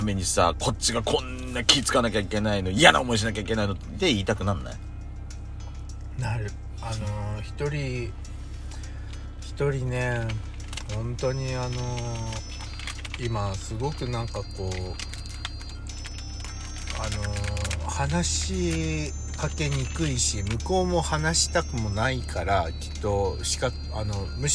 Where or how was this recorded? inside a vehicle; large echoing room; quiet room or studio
inside a vehicle